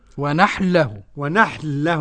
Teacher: ونحل له ما فيش نون خالص · Term: الإدغام